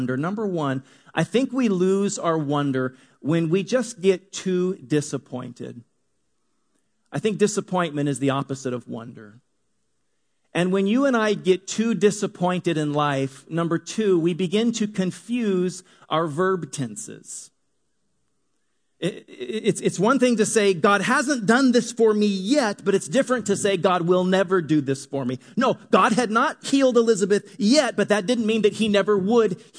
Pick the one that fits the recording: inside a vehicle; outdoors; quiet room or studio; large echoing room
large echoing room